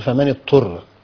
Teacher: طبعا هنا ننبه بس أيضا أن بعض القراء ينطق فمن اضطر ينطقها بالطاء يعني الضاد مع الطاء فهو يدغمها إدغاما كاملا مع الطاء فيقول فمن اضطر وهذا خطأ لماذا؟ لأنه لم يأتي بصفة الاستطالة